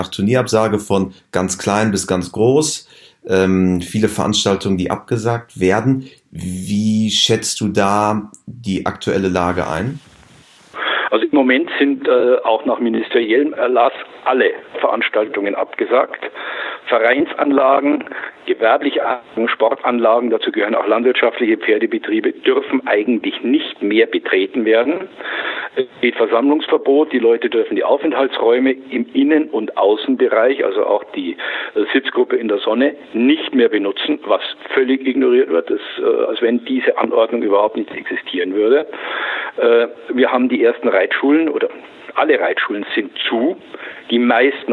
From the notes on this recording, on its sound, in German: Telefoninterview